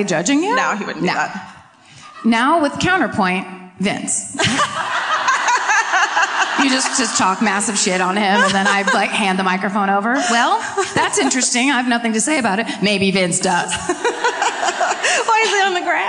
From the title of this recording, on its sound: Live At The Majestic Theatre in Dallas